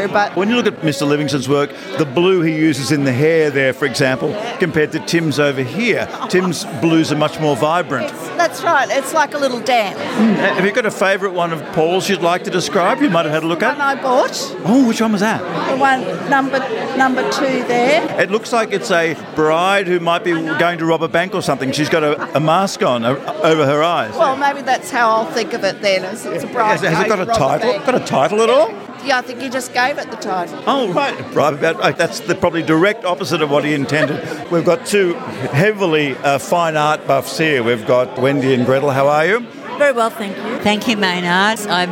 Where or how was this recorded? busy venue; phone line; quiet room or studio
busy venue